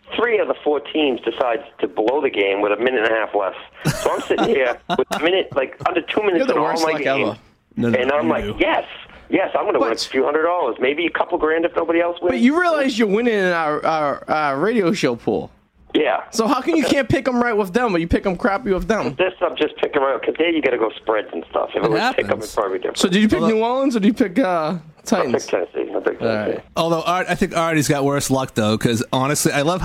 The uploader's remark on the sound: Live in Studio. Via the phone. Is stuck in his parents basement and can't leave.